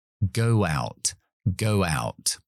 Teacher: Metemos como una W entre esas dos palabras.